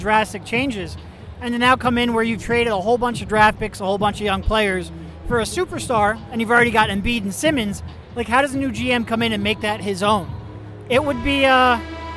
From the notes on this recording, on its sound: went to Summer League and recorded almost the entire thing